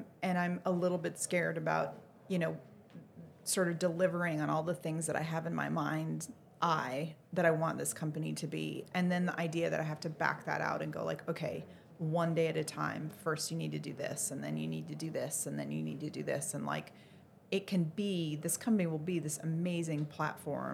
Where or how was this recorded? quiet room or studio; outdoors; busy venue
busy venue